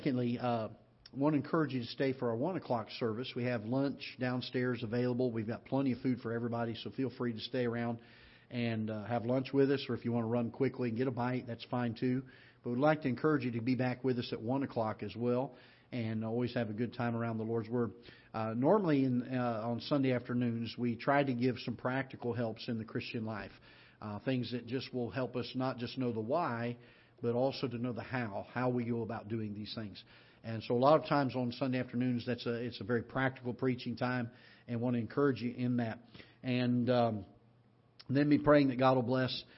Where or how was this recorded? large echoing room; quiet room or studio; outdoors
large echoing room